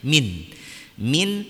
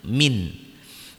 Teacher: setelah nun bertemu dengan hamzah, tenggorokan bagian bawah, maka dibacanya jelas nunnya, min. Min tanpa dengung, min.